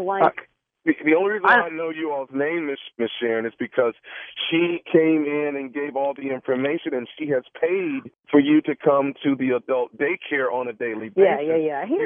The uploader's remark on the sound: This was not your normal prank phone call.